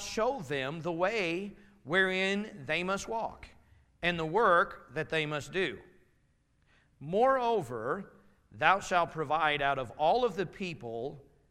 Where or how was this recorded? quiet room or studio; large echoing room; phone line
large echoing room